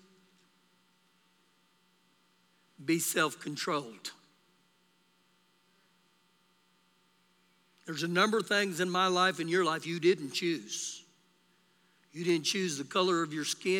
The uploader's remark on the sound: Recorded live during our Sunday morning service